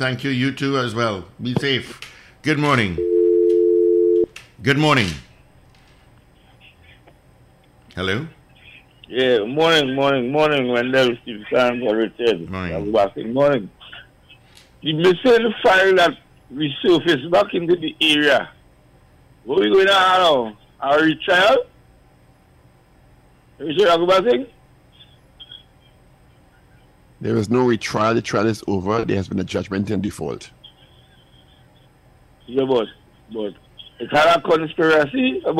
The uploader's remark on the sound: we take more calls from the audience